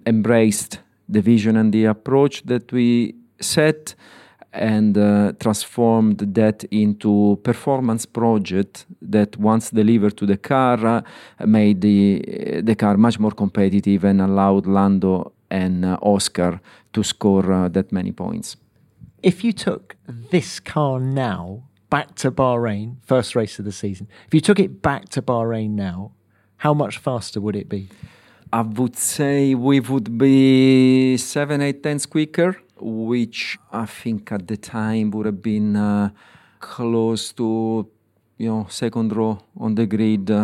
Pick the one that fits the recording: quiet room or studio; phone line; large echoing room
quiet room or studio